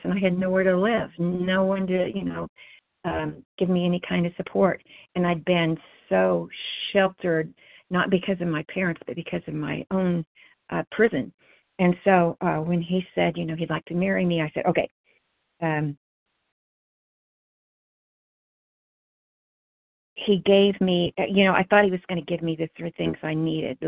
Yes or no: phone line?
yes